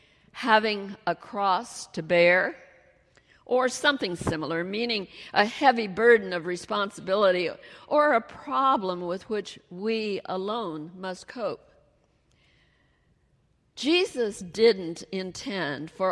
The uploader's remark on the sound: She delivered her message during the Traditional Worship service.